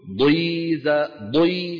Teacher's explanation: ولو كانت مكسورة ضخمة، الضاد ضخمة تملأ الفم